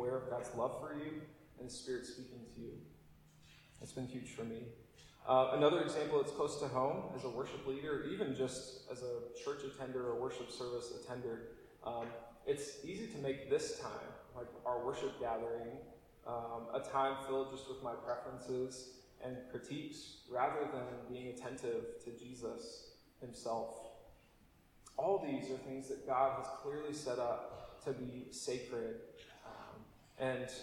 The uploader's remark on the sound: apologies for poorer recording quality this week!